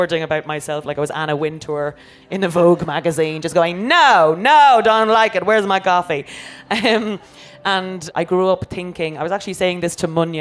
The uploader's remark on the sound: Live at Latitude. In a special episode in front of a live audience at Latitude Festival.